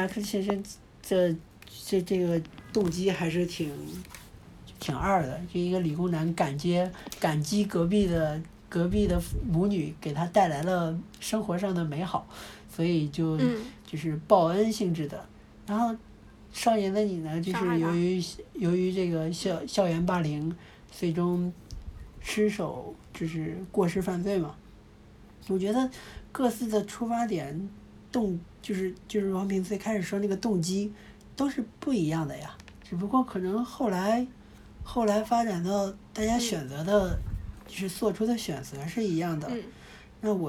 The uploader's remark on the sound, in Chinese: 略有杂音